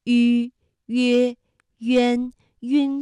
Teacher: 龙舟精神。作为湾区少年，我们也应当踏浪前行，奋楫争先，以青春之力续写新的华章。内地与香港习俗一脉相承，龙舟竞渡、端午食粽跨越地域，是中华民俗扎根湘江的最好见证。在古诗诵读中读懂传统，在民俗烟火里牢记根脉，让端午文脉在青年手中接续传承。龙舟成古韵，端午系同心，日日共文脉，岁岁念端阳。再次感谢同学们带来的诵读和分享。看山河锦绣，览华夏文明，访古迹遗珍，赏神韵雅音，心灵之旅，颂游中国。今天和大家一起来学习的是吁以及吁开头的韵母。那我们从读音上啊，能够感受得到，像吁、约、渊、晕作为韵母的呢，都是我们今天学习的重点。比如四季、于是、迂回、月亮。那韵母吁呢，是舌面单韵母，发音的时候两唇要拢圆，略向前凸，舌尖抵住下齿背，使舌面前部隆起，硬腭前部相对，声带是震动的